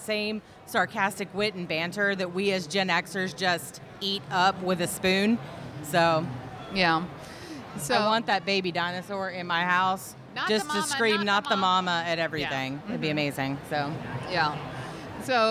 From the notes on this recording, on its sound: We are coming to you LIVE from Comicpalooza 2021 with a show from the floor. The audio isn't up to our usual standard since it was recorded on the convention floor next to other panels.